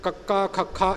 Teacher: ਸਾਰੀ ਆਵਾਜ਼ ਸਾਡੇ ਗਲੇ ਵਿੱਚੋਂ ਆਉਂਦੀ ਹੈ ਭਾਵ ਗਲੇ 'ਤੇ ਜ਼ੋਰ ਪੈਂਦਾ · Term: ਕਵਰਗ